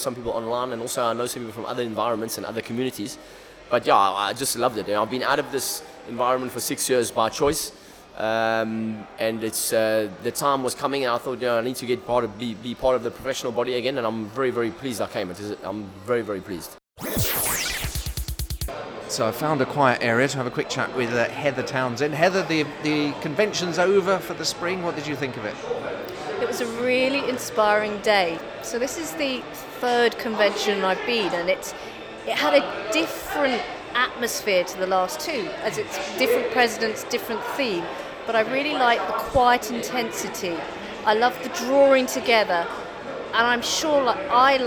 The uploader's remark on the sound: Anybody else he found hanging around at the Spring Convention – Fusion Live.